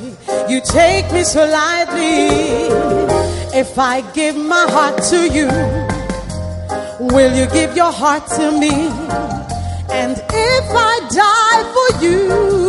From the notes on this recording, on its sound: Preached at the First Love Center, Accra.